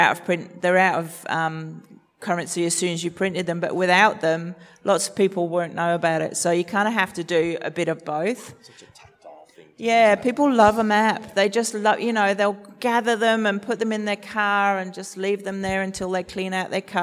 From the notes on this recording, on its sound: This panel discussion was recorded as the recent Western Australian Brewing Conference in Perth. Brews News was able to attend to host and record these panels.